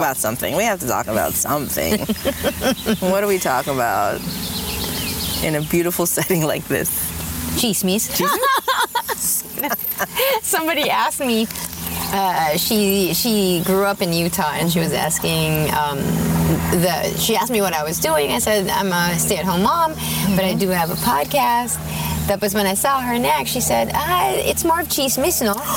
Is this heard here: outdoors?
yes